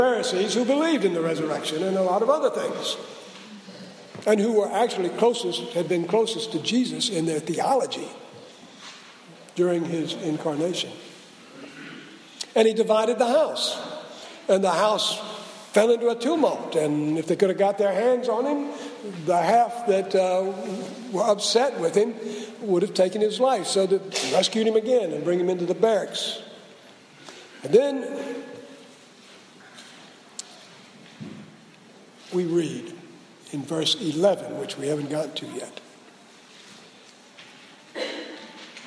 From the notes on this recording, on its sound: Preached at SBRPC on 2/14/16